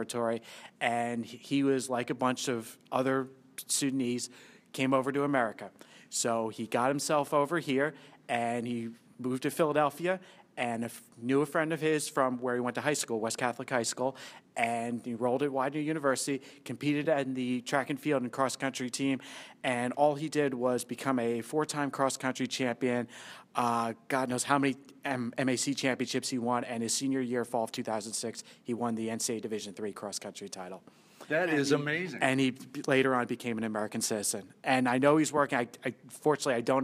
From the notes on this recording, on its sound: This show starts in Fresno CA in front of a live studio audience at Fresno State University.